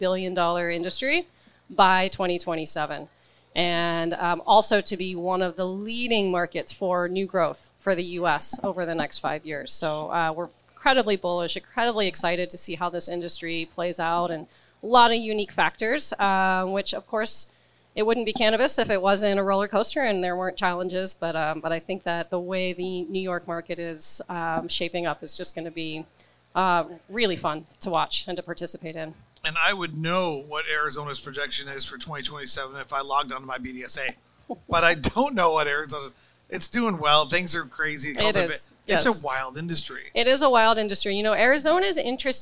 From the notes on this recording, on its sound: Recorded at MJUnpacked NYC